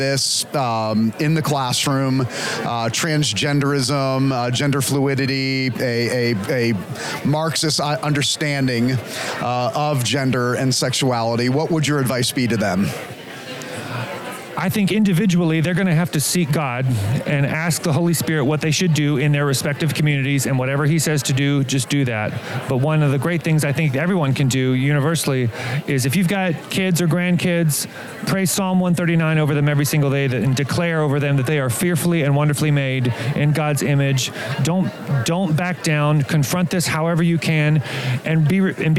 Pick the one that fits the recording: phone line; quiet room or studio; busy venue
busy venue